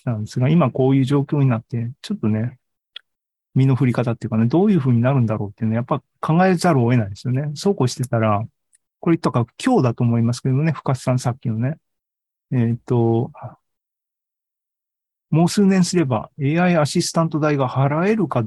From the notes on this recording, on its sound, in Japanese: シーズン３７は２０２３年１月２５日に開催した ZOOMライブの模様です